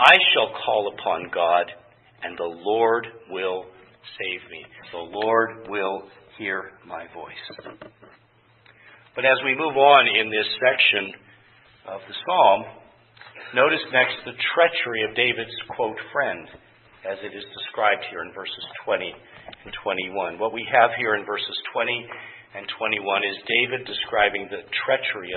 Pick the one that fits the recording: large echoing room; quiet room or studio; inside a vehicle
large echoing room